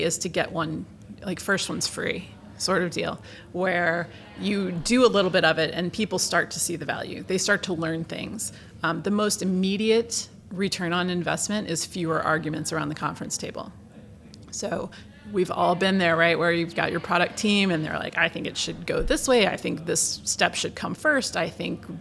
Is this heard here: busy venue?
yes